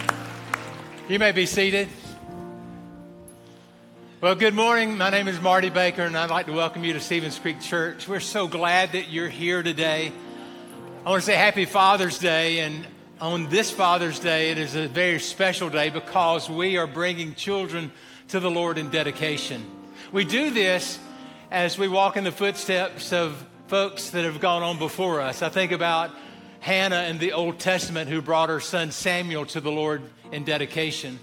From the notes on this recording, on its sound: Recorded live at Stevens Creek Church.